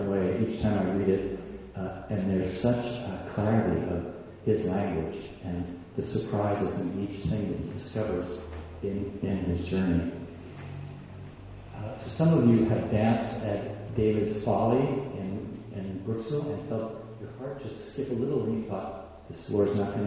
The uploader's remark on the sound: Word Literary Festival 2023: Poets Aloud. Recorded Saturday, October 21, 2023, 3pm to 5pm at the First Congregational Church of Blue Hill.